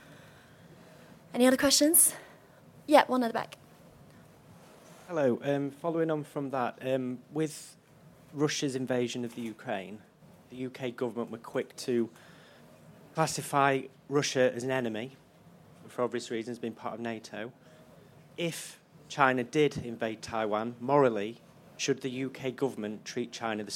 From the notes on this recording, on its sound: Live from Conservative party conference.